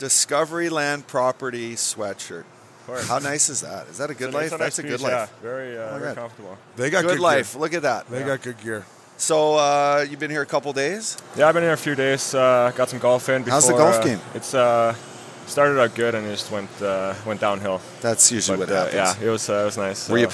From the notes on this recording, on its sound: These interviews were recorded over All-Star Weekend on the Las Vegas Strip